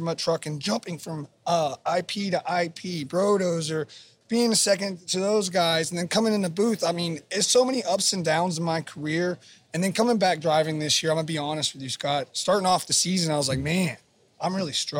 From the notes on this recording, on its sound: On location in Nashville at the Wildhorse Saloon.